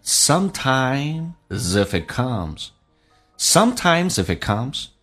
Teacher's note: Sometimes 跟 if 可以有个连音叫 zif。If 跟 it 叫 if，而且它用降调来读，就变成 sometimes if it comes.